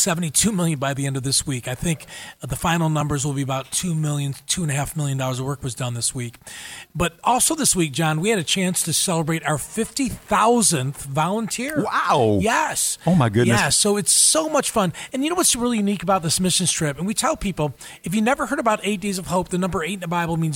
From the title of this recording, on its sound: Live Interview During #EDOHXIX